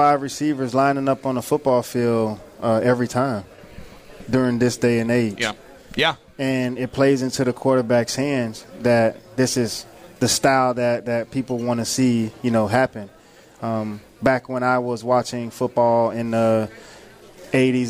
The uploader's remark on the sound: live from the Palm Beach Kennel Club